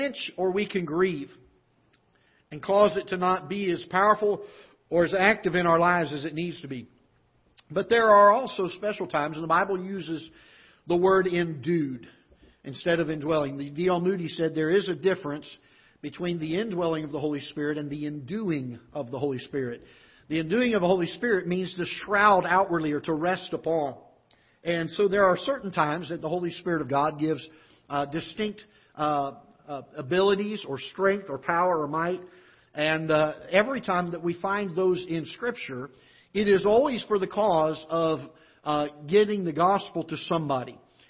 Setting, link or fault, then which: setting, large echoing room